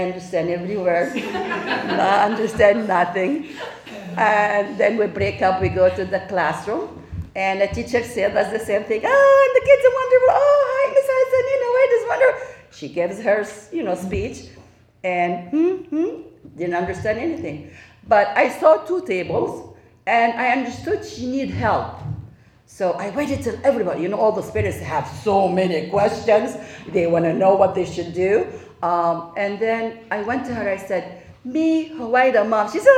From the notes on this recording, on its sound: We bring you audio from our Racial Justice NOW event.